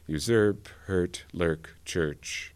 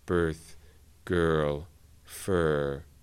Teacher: the realization is in RP pretty central · Term: nurse